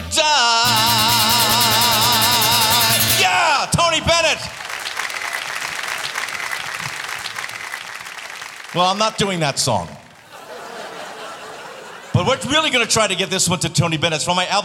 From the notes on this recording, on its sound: Live at the South Point Casino